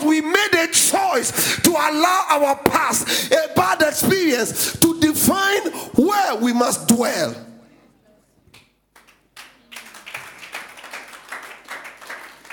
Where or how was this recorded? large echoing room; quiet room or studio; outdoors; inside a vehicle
large echoing room